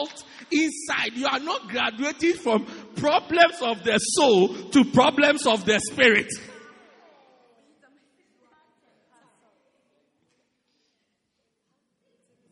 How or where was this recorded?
large echoing room